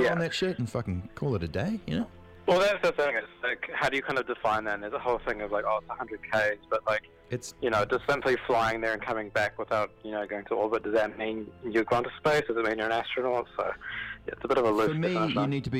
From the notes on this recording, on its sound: Jumps on the phone to chat.